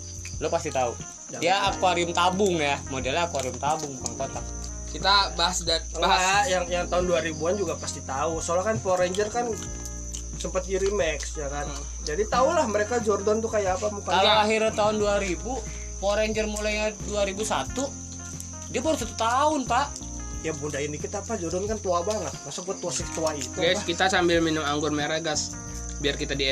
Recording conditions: background noise